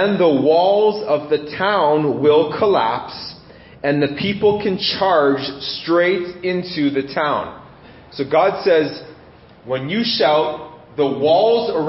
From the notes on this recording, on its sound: This message was preached in January 2017 at Freedom Life Church in Kitchener Ontario